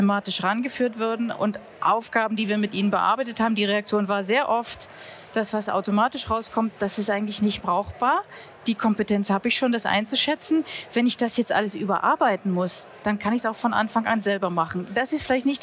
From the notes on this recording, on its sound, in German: am jährlichen Branchenevent IAM live 2023